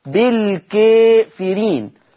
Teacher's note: ما يجدهاش فتحة كاملة، ما يقولش بالكاء، لا هنميل الفتحة شوية · Term: المقلل